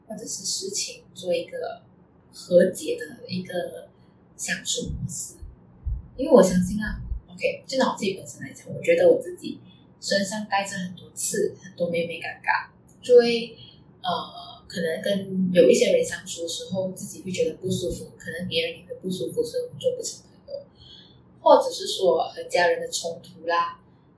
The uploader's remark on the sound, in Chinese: 真的很抱歉第一次的录音没有呈现最完美的状态，杂音的部分请多多包涵！